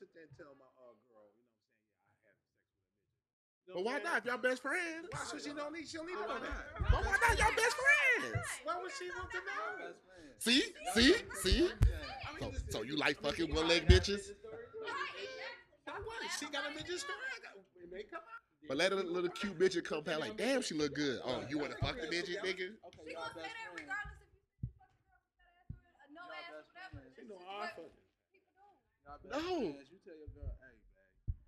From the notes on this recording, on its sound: The crew is live from Da Shop. Sorry for the sound.